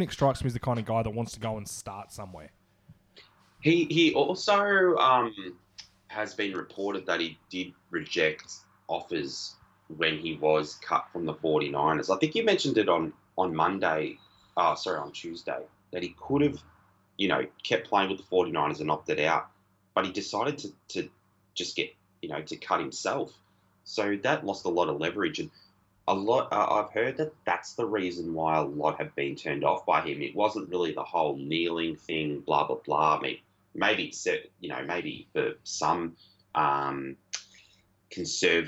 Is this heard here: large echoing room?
no